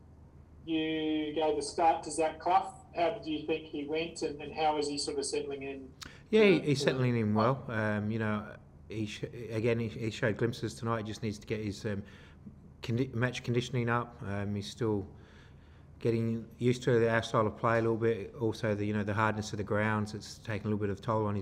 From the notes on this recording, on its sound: Post-match Press Conference | Macarthur FC v Adelaide United.